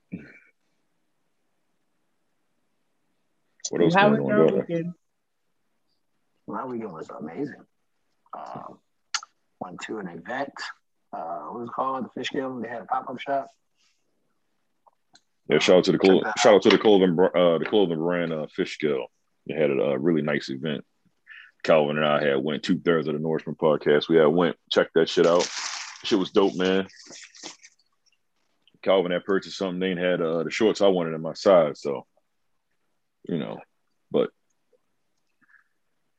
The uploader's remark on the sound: Due to some technical difficulties, we recorded virtually this week.